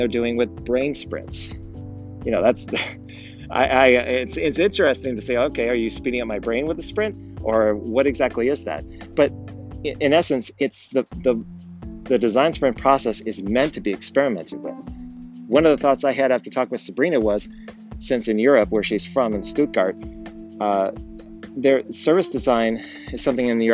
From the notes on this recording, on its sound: We’re trying something new this week, where were giving the Anchor podcast app a try. No edits and using EarPods, it sounds like I’m talking through a tunnel. I apologize for the audio quality, and I’ll try talking directly in the phone next time.